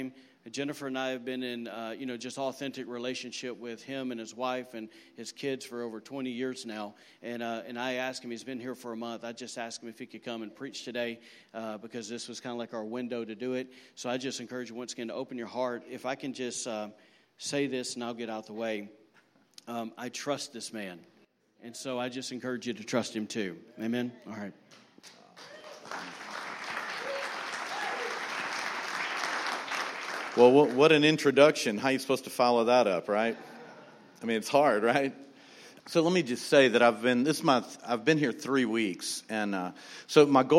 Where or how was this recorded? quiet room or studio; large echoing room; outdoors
large echoing room